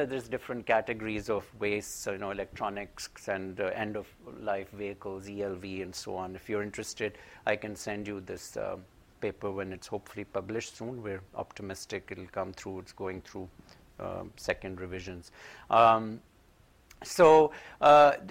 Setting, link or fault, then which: setting, large echoing room